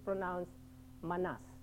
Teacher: There is a word called, spelled like this, but it is pronounced manas. The accent is on the second syllable.